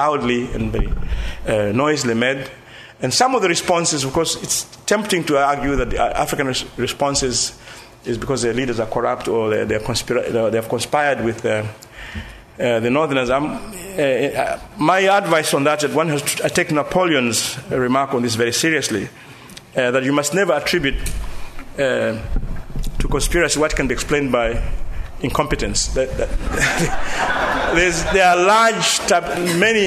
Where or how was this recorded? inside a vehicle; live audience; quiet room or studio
live audience